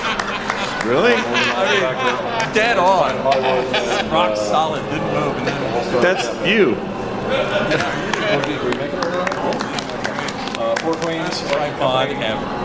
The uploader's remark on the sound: TMS live from Viva TMS Vegas 2023.